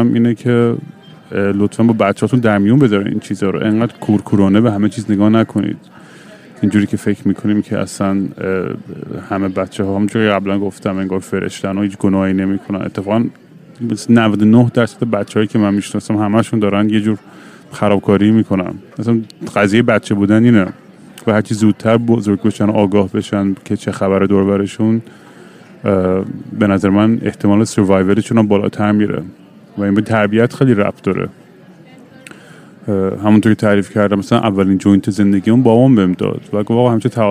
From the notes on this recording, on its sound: live from LGA airport.